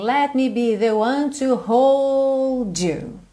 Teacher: ele alonga bastante o hold